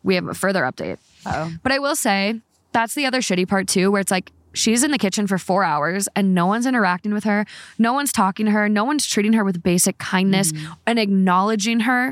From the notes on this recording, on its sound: The gals are in Canada and recording these terrible, no good, very bad holiday stories from the cold outdoors. Don't let the wind and shivers distract you from these cold takes..